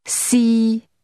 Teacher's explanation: Third tone, mid level